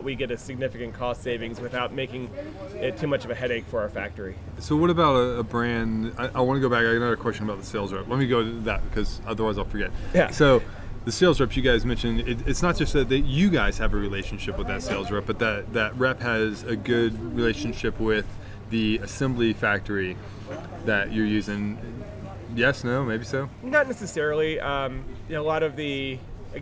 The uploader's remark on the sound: Apologies in advance for the wind noise, I met the product managers from Marin Bicycles at an outdoor cafe while at a major mountain bike event in France.